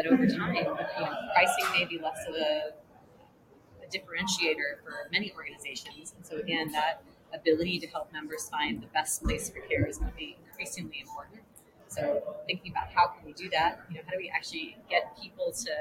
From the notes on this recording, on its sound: Live at the SIIA 2022 Engage Conference